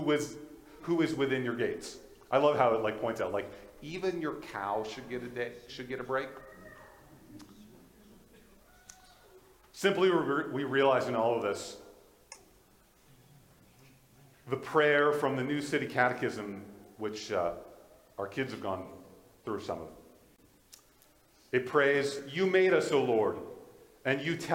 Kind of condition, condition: setting, large echoing room